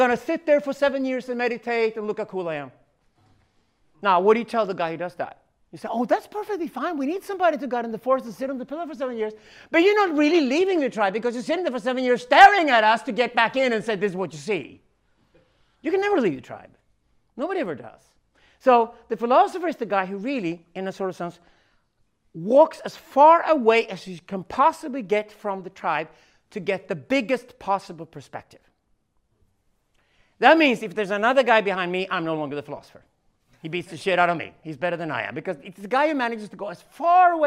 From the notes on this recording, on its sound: This keynote at the Syntheist Node's Stockholm Men's Gathering in March 2018